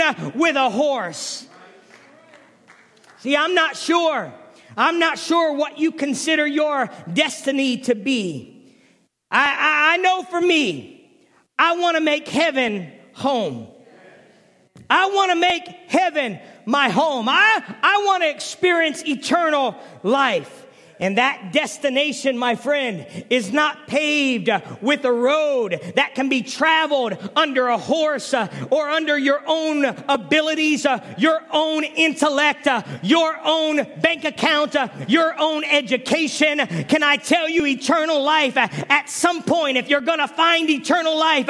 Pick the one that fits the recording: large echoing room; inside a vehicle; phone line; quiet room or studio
large echoing room